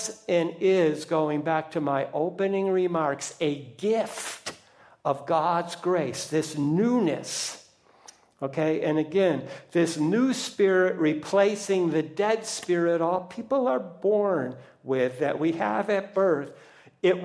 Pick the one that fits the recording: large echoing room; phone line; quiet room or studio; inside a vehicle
large echoing room